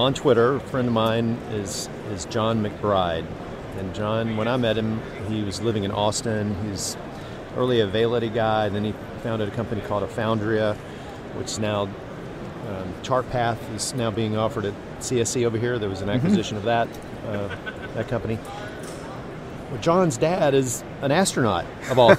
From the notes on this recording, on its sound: LIVE From #HIMSS17